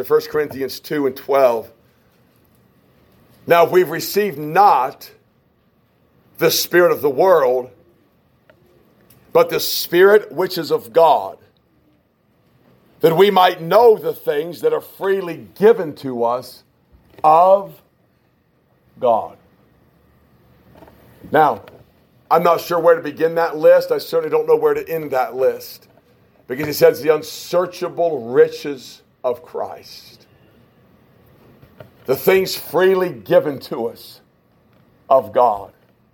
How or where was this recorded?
large echoing room